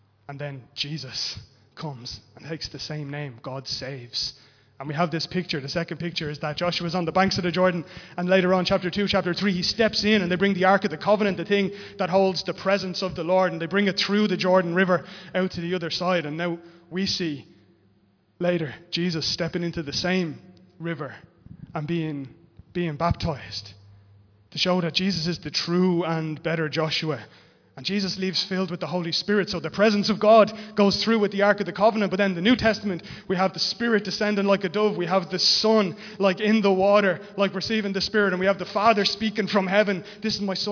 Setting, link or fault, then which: setting, large echoing room